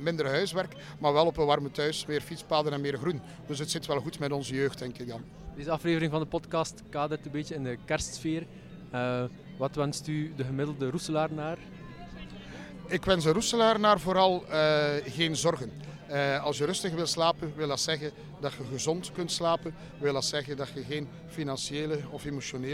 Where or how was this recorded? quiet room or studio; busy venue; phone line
busy venue